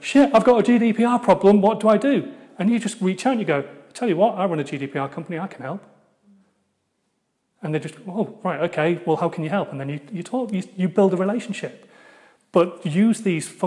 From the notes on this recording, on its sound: told at a keynote I gave recently at a UK based networking event